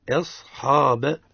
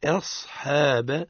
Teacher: لا نقول أصحاب بل نقول أصحاب بترقيق الحاء · Shown in: second take